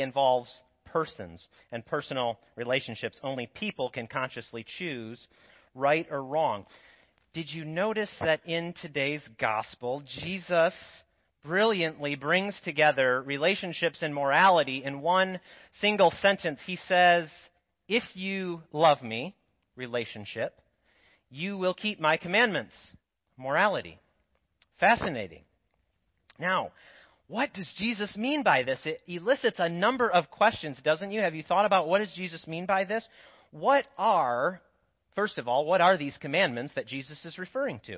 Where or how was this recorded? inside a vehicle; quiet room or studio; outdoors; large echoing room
large echoing room